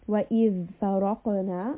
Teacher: qaf is a letter of the back of the throat, back of the tongue, and it is a heavy sound. It also has qalqala, and ra is also heavy in this case.